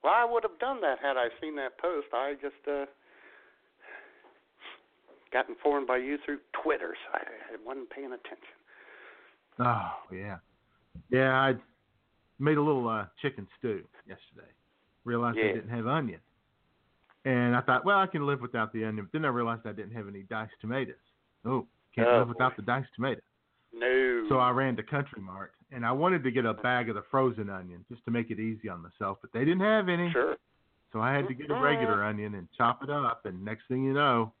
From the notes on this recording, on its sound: through your phone calls on the Punchline Hotline